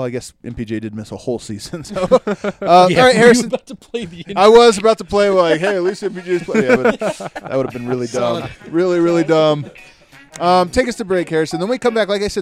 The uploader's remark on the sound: live from the Injury Lounge